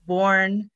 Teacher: Born closes the mouth a little more after the O. The way our mouth moves over that word reflects its meaning, the moment of birth, the closure, the end of labor.